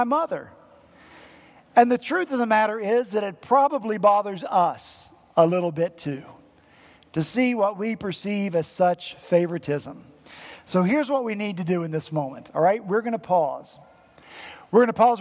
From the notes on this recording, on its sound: At Redeemer Presbyterian Church in Charleston, SC